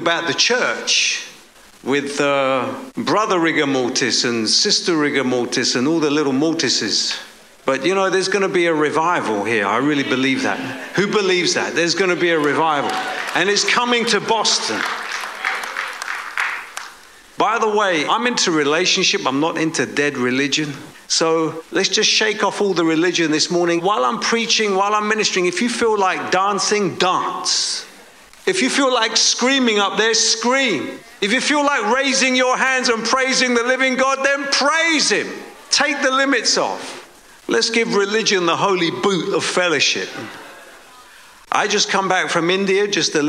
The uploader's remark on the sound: preaching at a Church in Boston